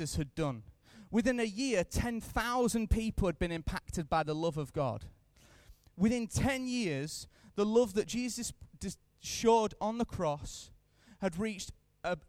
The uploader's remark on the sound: Recorded live at Life Church on Friday 3rd April 2015.